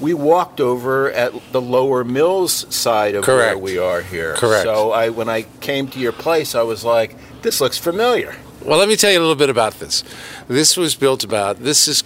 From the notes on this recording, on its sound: Takin A Walk in Milton Massachusetts